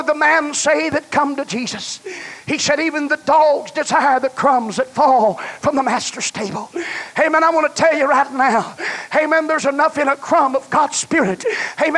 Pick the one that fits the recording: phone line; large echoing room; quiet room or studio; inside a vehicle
large echoing room